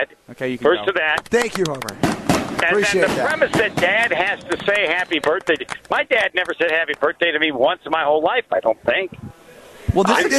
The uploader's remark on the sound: Live from U Ridge for the Am Fam Championship.